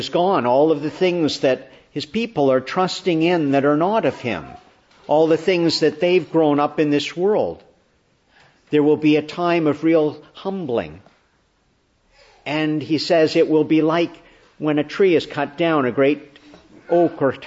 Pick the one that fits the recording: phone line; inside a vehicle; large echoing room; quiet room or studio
large echoing room